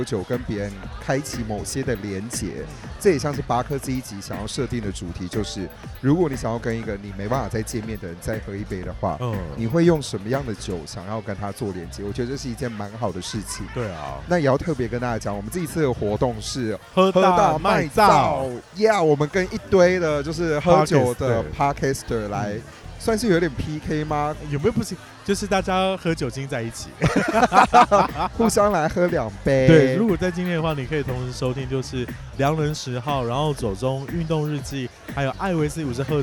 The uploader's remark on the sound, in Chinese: 感謝場地提供╬ Casa Cafe & Bar Taipei (喝了三杯酒) Play ba (喝了一杯酒) #我家 (喝了一杯水)。然後喝太醉竟然忘記按on鈕錄音。